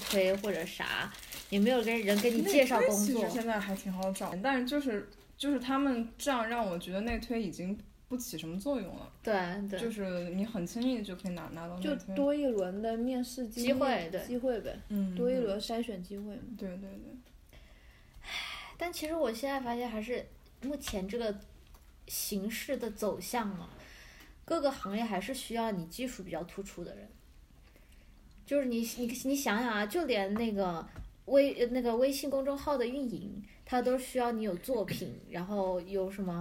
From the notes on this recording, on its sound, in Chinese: 这期是一边吃披萨一边录制的，所以偶尔会有杯子叮叮当当和嚼披萨的声音。